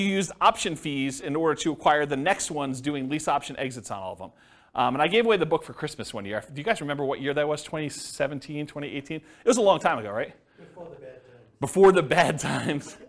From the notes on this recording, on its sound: This was a live class recorded